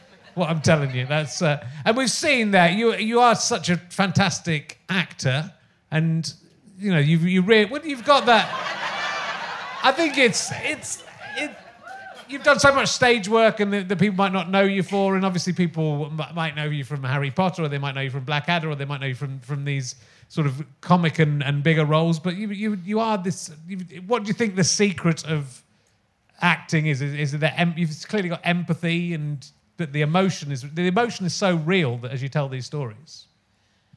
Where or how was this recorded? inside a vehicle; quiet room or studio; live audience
live audience